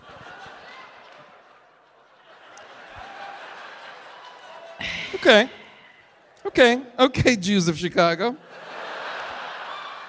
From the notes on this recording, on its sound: LIVE from the Riviera Theatre in Chicago